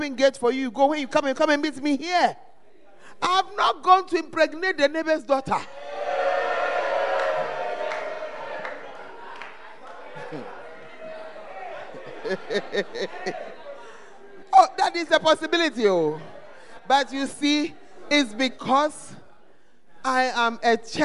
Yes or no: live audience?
yes